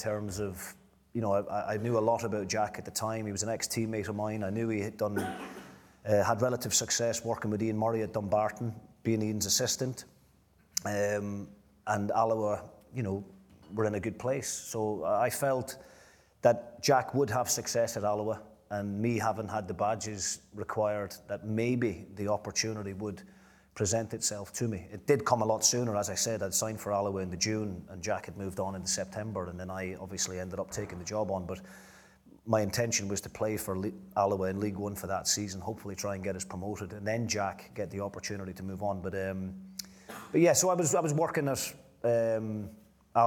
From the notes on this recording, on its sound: A live Q & A event. At DC Thomson HQ in Dundee.